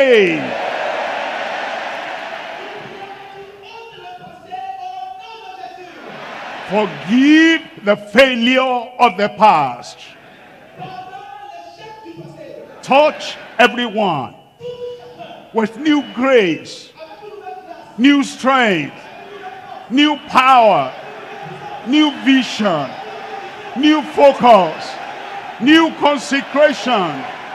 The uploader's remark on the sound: live from Lomé, Togo